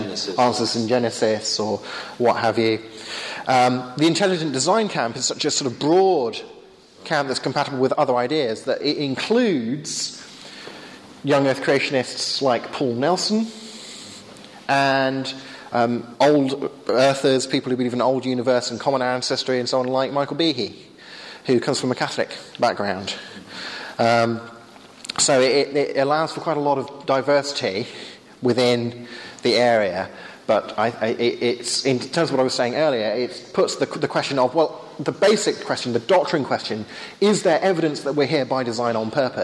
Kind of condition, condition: setting, live audience